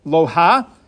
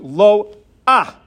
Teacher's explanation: It's as if there's an aleph with a patach before the hey. · Shown in: second take